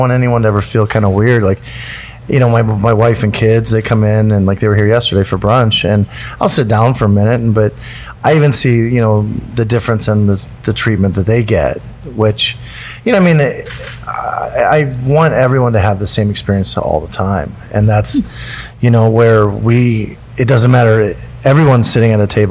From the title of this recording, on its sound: on Location at Acorn